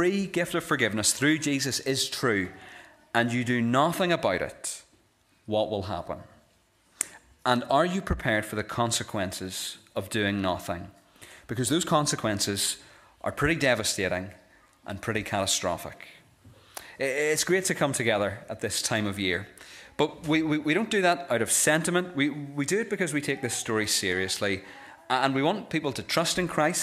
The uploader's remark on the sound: This is the recording of the epilogue given at our Christmas Candlelit Carol service.